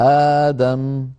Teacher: أأدم يعني طبعا وزنها أفعل، أأدم نرى فيها همزتين الثانية منهما ساكنة، إذن نرى على اللوحة تبدل الهمزة الثانية ألفا فيصير النطق آدم